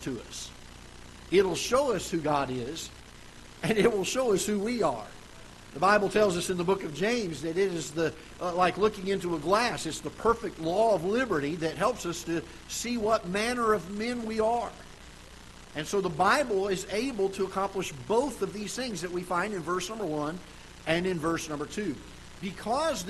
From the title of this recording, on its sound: Ketha Heights Baptist Church ~ Live Broadcast